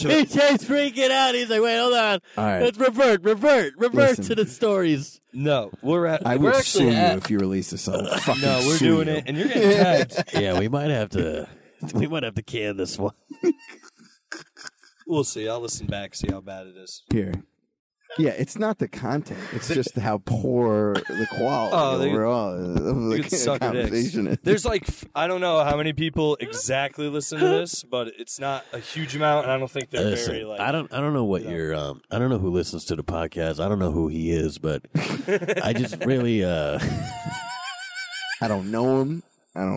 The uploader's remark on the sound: hung out after a show and did a pod in my car.